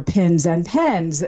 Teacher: if you merge your pins and pens, that would be an accent difference from those that don't.